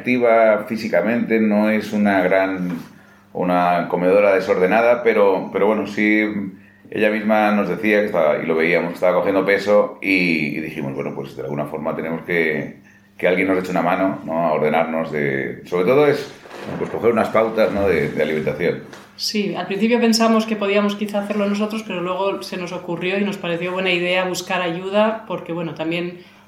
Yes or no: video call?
no